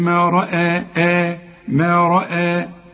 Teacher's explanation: الراء هي المفخمة، والهمزة همزات القرآن كلها مرققة